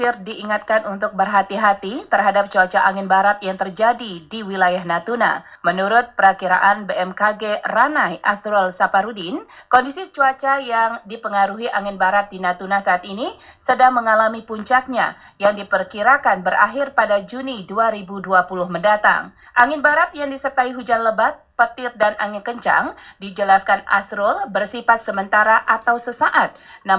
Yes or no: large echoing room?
no